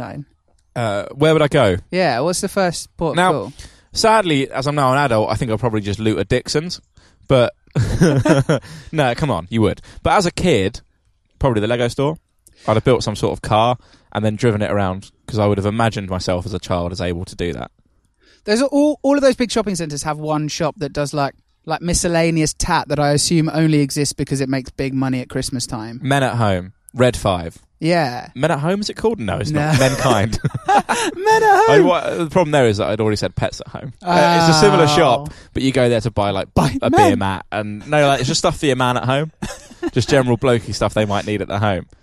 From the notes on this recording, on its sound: Recorded live in London to an audience of pigeons and squirrels at London's Regent Park.